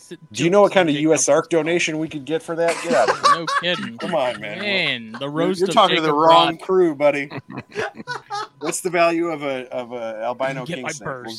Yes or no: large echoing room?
no